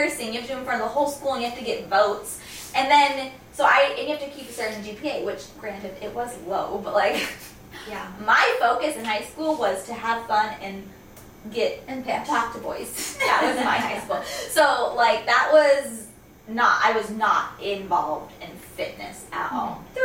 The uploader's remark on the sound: Sorry about the video and audio quality this week